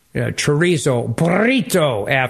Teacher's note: I did the rolling R thing.